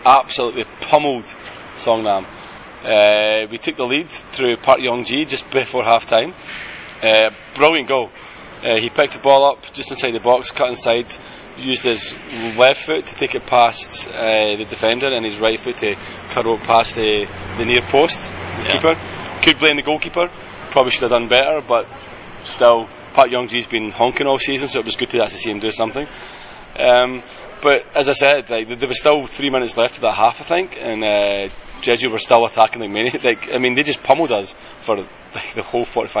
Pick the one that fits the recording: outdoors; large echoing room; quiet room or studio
outdoors